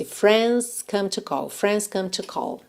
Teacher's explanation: você pode omitir esse D de friends. Às vezes o D é que vai te prender na velocidade.